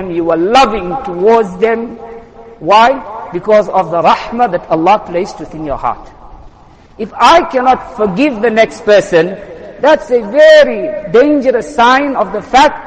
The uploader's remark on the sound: Jumuah lecture